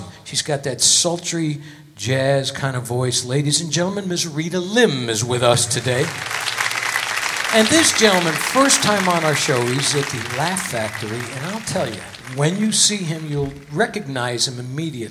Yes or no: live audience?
yes